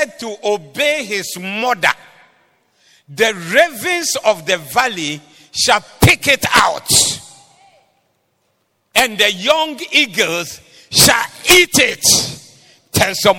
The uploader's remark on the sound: Preached at the Doxa Service.